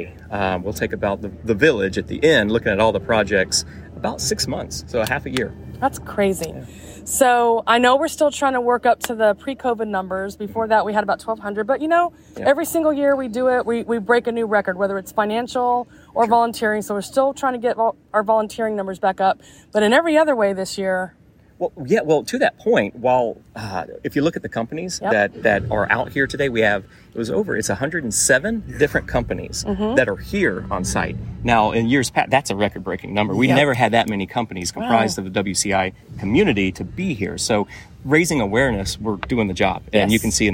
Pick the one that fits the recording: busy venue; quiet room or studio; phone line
busy venue